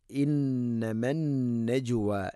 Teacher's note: ജീമിനെ ഖൽഖല ചെയ്യണം, കേൾക്കണം.